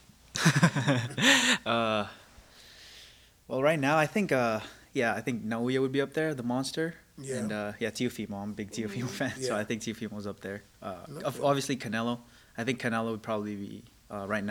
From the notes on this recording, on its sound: Shoutout to Showtime Boxing for letting us record in their awesome gym!